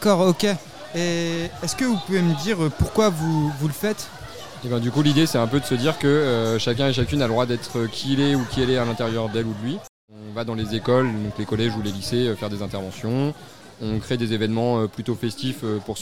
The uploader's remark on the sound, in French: L'équipe de Kolectiv' s'est rendue au festival Toc 3 à Alençon afin d'Interviewer les différentes associations présentes sur le site.